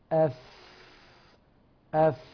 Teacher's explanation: يعني اف اف ما حدش عاقل بيعمل الفاء كده، لكن اف اف اف اف في اعتماد، اعتماد على المخرج. اطراف الثنايا العليا بتعتمد على بطن الشفة السفلى، بس هذا الاعتماد ضعيف ليس بالقوي لضعف الاعتماد على المخرج، مما أدى إلى جريان الصوت. · Term: الرخاوة